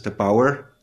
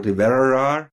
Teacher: Die sprechen dann ein retroflexes R.